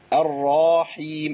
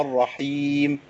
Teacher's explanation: إضافة ألف بعد الراء عشان نفصل بين الراء المفخمة والحاء المرققة · Shown in: first take